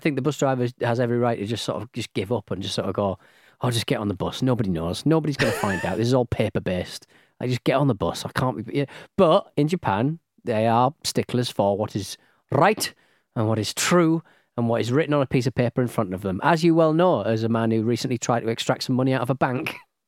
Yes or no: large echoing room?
no